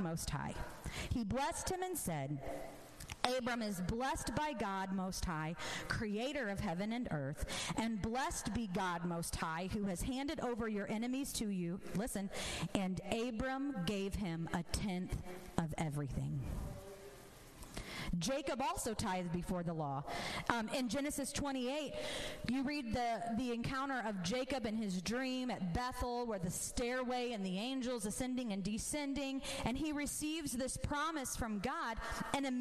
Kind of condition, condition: setting, large echoing room